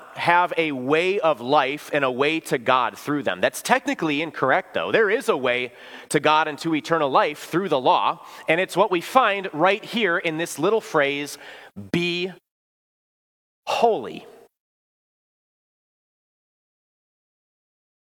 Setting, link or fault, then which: setting, large echoing room